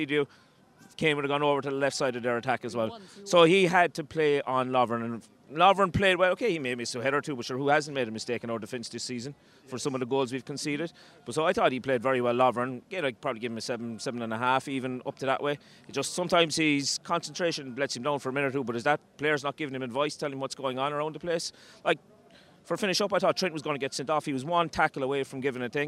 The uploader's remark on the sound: We're here outside Anfield.